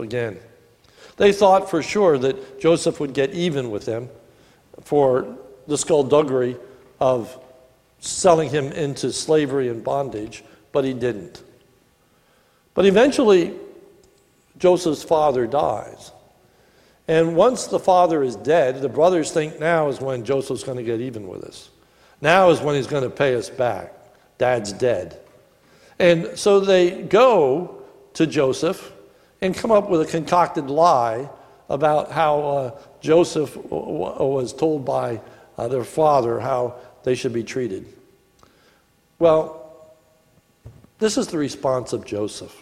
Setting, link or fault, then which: setting, large echoing room